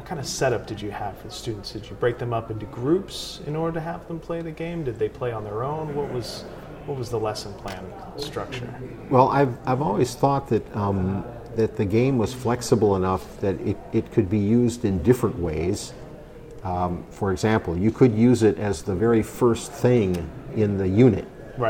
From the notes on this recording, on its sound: This episode was recorded at GDC 17.